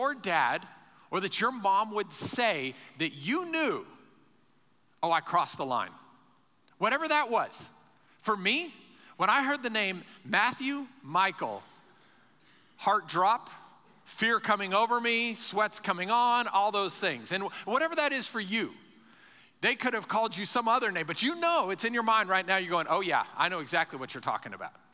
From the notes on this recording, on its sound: Recorded live during our Sunday morning service